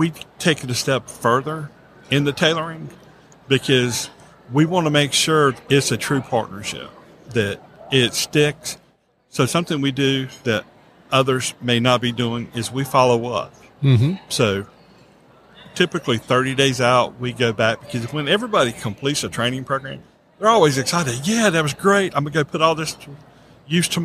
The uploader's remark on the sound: LIVE at the Business RadioX® remote at SOAHR 2023